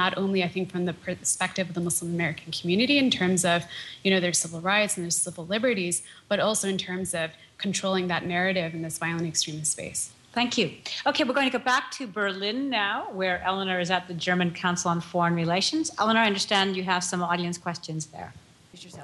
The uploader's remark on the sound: America Abroad teamed up with NPR Berlin for a live town hall event, bringing together audiences at WHYY in Philadelphia and the German Council on Foreign Relations in Berlin, Germany.